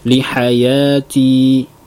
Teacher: hati-hati jangan sampai ada huruf ha di ujung